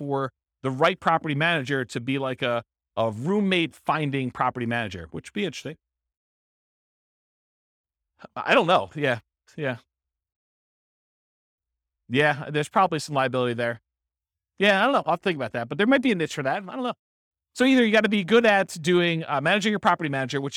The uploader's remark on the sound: This was a live class recorded